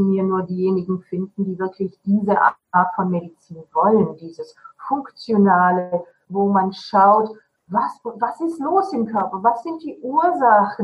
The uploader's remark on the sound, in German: Trotz der leider schlechten Tonqualität.